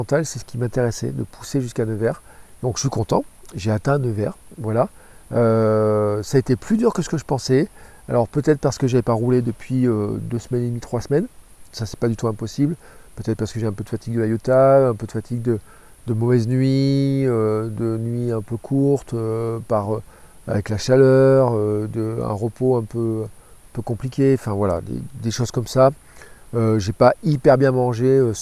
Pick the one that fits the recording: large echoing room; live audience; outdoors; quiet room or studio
outdoors